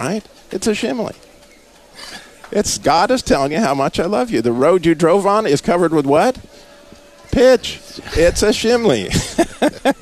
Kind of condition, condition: setting, busy venue